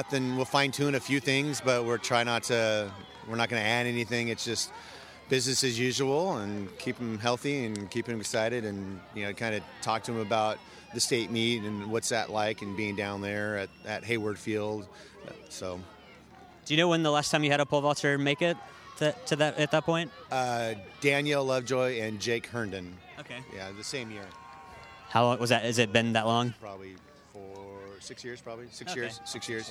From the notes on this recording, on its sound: at the Greater Valley Conference Championships on Tuesday, May 8 at West Salem High School